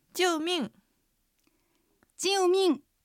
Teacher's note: アクセントはジウもミンも四声です。どちらも下がります。